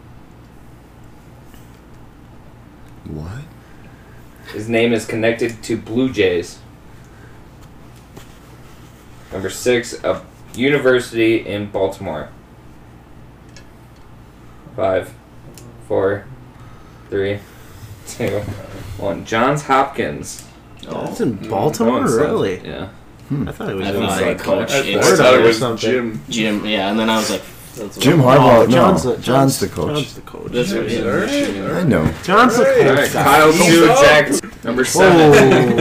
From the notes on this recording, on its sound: Sorry for the poor audio